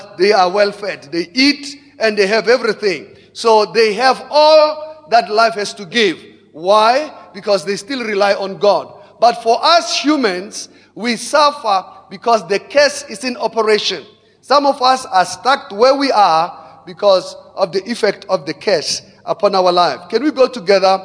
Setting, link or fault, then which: setting, large echoing room